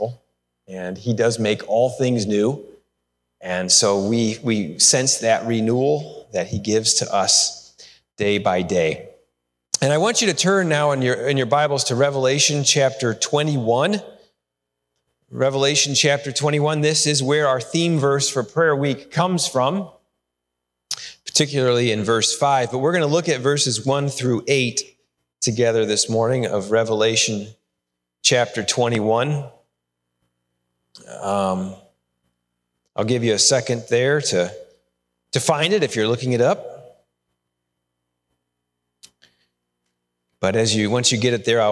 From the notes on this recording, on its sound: Sermon recorded live at Holland FMC. We are located in Holland, Ohio, USA.